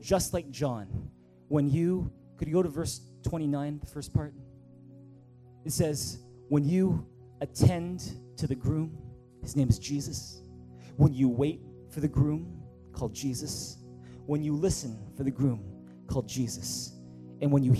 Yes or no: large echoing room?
yes